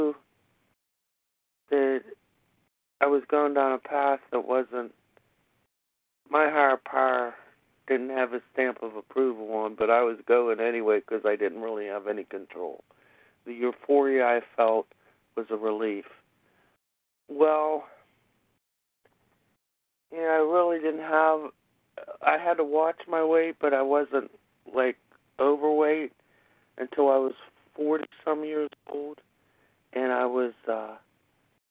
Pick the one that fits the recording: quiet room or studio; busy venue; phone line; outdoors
phone line